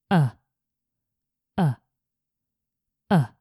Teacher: In fact, it's called the lazy sound. Uh, you barely push any air out.